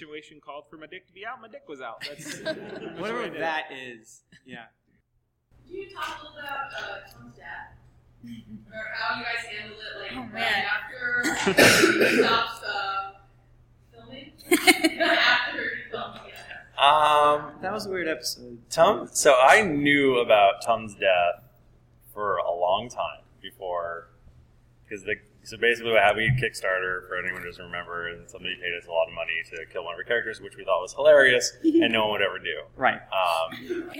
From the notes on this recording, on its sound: The audio is a little rough, and we did what we could to fix it